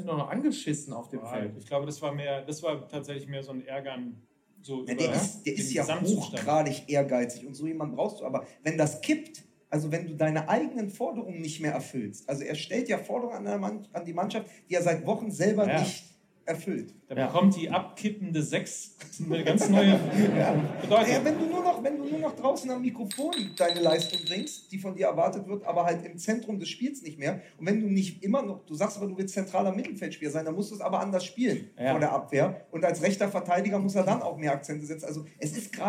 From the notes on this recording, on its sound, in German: FUSSBALL MML Live in Dortmund. Dieses Mal sind wir live in Dortmund und sitzen 90 Minuten auf einer Besetzungscouch, die mit jenem Leder bespannt wurde, von dem wir so gerne ziehen.